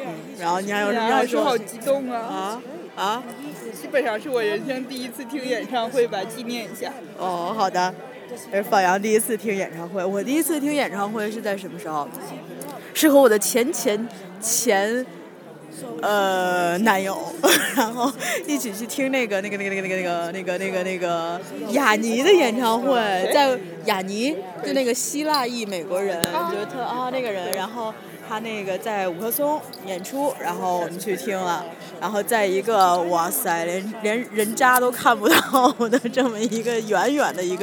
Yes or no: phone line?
no